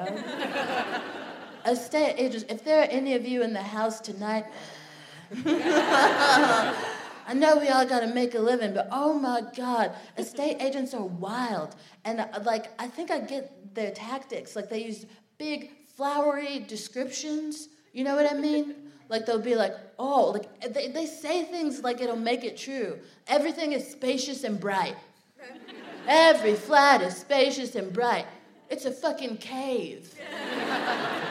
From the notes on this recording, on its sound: Live from the Lowry in Salford. Recorded 17 June at The Lowry, Salford.